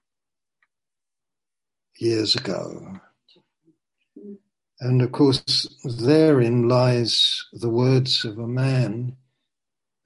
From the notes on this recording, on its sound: Zoom. Teign Valley Sessions.